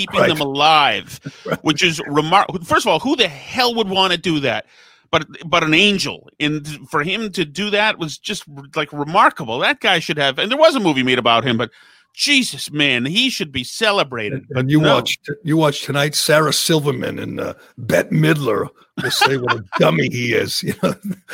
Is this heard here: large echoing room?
no